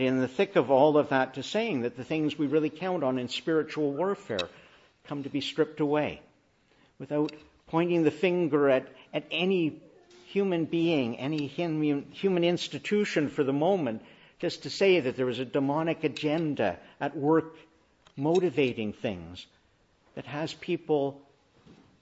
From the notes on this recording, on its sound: Morning Service. Preached in the Annunciation of the Blessed Virgin Mary on Trinity Sunday.